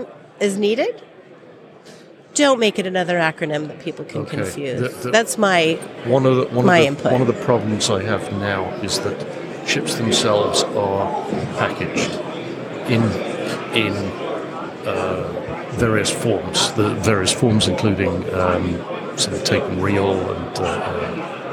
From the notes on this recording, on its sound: recorded at IMAPS DPC 2023